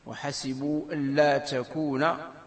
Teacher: وحسبوا ألا تكون، كل حال يظهر أنه تدغمونها فقط، تدغمونها أي إدغام النون في اللام